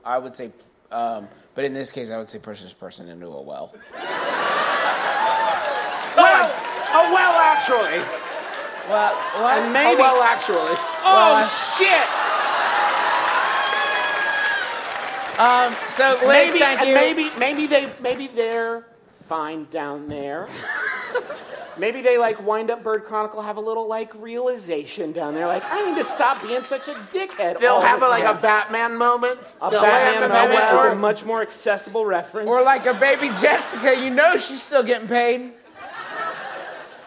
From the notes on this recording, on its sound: Live Shows in Portland. Our nearly two-hour-long live show in beautiful Portland, Ore., which we performed after not doing a live show for over six months. It was also our first live show using lavalier mics, which led to a lot of what we in the comedy industry like to call "working the room."